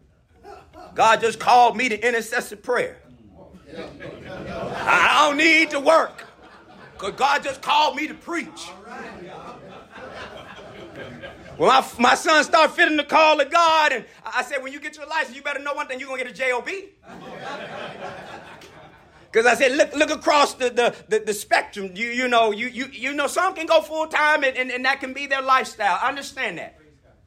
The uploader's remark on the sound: addresses a group of men during the breakout sessions of the 2023 Building the Bridge Conference held at Royalwood Church, Houston, Tx.